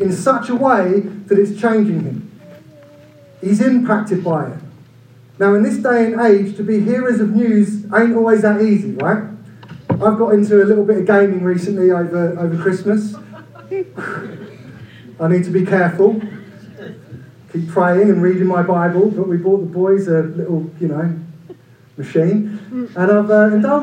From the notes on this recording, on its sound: Due to technical difficulties this week we apologise for the reduced sound quality.